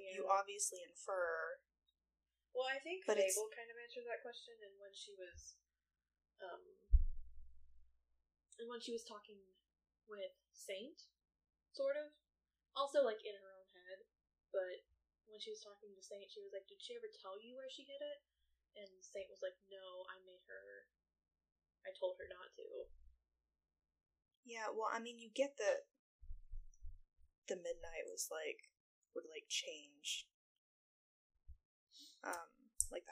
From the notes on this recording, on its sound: The audio is not great we're so sorry, lol- don't know what happened there.